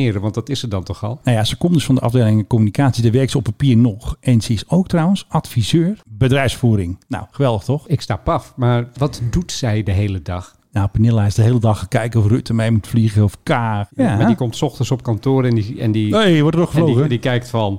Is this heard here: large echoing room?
no